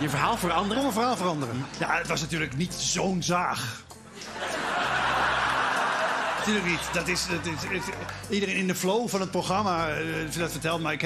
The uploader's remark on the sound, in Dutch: Alles is weer terug bij het oude: live-publiek, de muzikale gast.